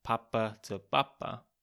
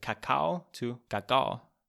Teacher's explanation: This is quite an Austrian thing to do, to soften the hard plosives. A lot of P's become like B's, like Papa to Papa.